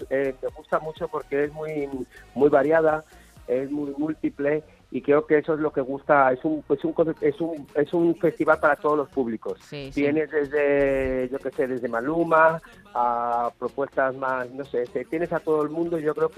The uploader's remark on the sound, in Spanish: en el Concert Music Festival 2022